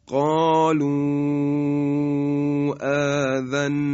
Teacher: در قالوا ما واو رو، یعنی واو مدی رو حرف مد تلقی میکنیم و سبب مد هم باز همزه · Term: مد منفصل